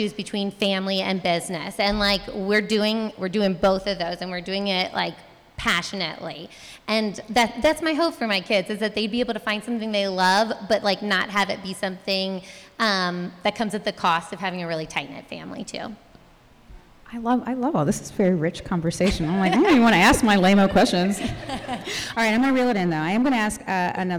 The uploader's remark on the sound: Listen in on our first live-recorded podcast. At our Summer Mama Mixer for their interviews in front of a live audience.